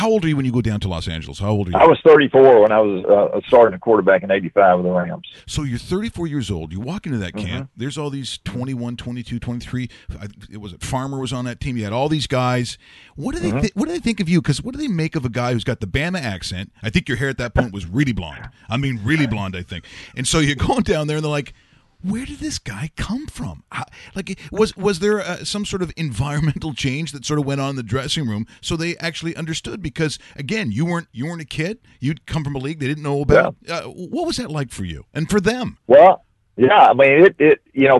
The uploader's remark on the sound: On today's show, we are joined on the phone